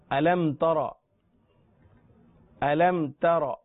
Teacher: تا کو موٹا نہیں پڑھنا، را کو پر پڑھنا ہے اس لیے کہ را پر زبر ہے